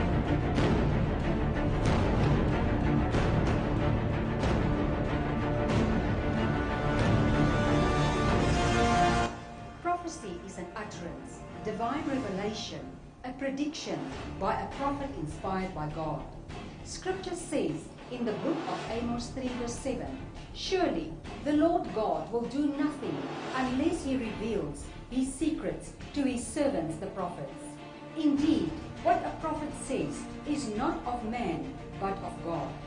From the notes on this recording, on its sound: LIVE SUNDAY SERVICE.